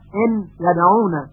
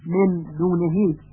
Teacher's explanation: غنه در ادغام ان یدعون بیشتر از مقدار غنه در اخفاء من دونهی هست